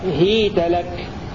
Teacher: قرأ نافع بن ذكوان بكسر الهاء وياء ساكنة مبنية وتاء مفتوحة هيت لك مبنية على الفتح مثل كيف وأين.